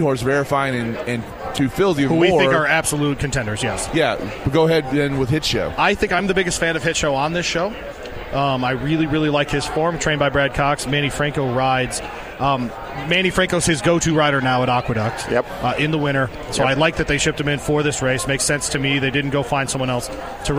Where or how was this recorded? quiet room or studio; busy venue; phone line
busy venue